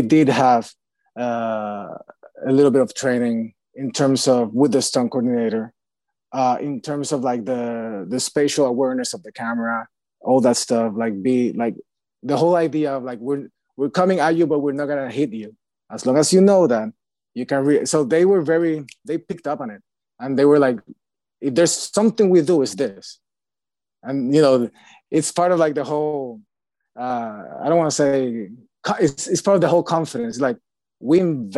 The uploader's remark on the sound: virtual Q&A